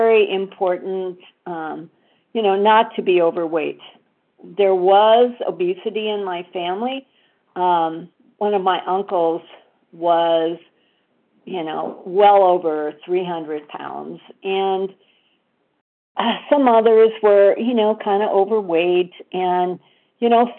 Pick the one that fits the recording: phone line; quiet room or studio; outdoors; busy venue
phone line